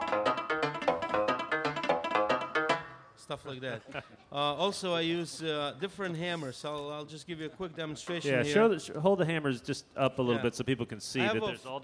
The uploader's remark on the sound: World Strings Workshop: Richmond Folk Festival (2008)